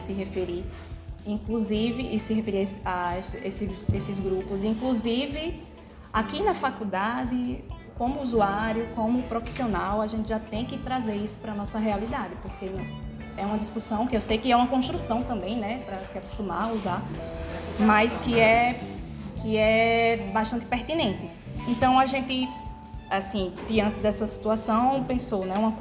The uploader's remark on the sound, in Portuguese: Foi gravado na sala de aula, no desenvolvimento de um tópico didático-pedagógico do módulo de Diversidade Étnica e Cultural na Medicina. Um dos grupos da turma 113 medicina/UFPB problematizou o tema proposto.